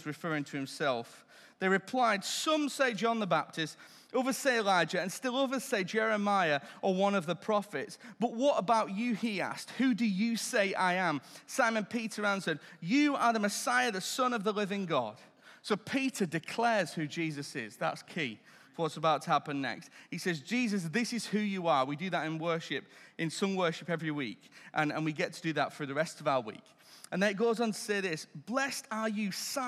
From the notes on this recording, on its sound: Recorded Live at Life Church Lancashire - Sunday 16th April 2023